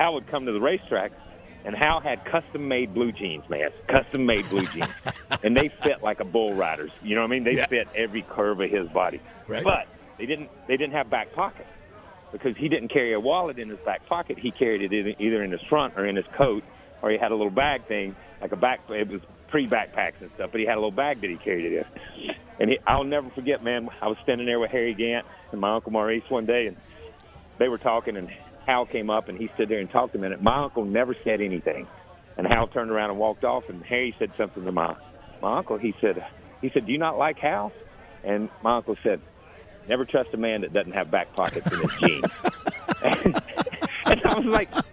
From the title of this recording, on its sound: LIVE FROM STURGIS